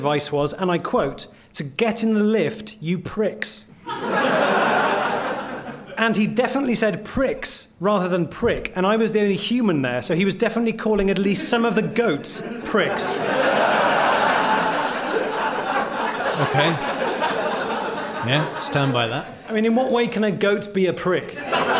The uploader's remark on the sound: Live At The London Agriculture Festival. Recorded live in front of an audience.